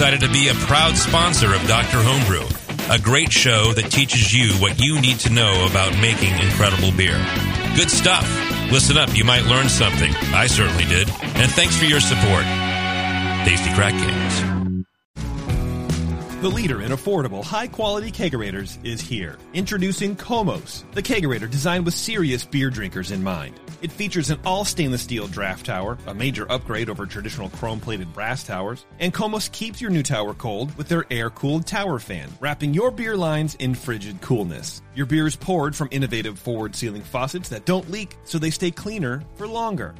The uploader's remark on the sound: we record live from HomebrewCon in Providence, RI